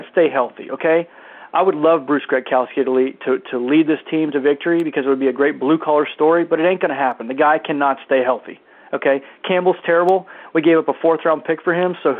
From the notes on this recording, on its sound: we added in 4 more callers who actually called